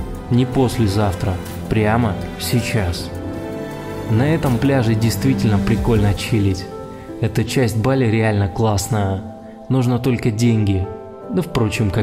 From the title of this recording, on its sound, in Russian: Прогулка по Самому Южному пляжу Бали, монолог с тобой